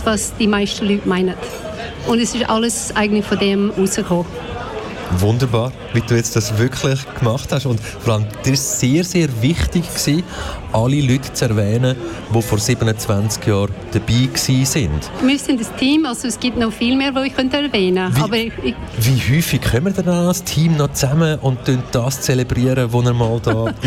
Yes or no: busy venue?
yes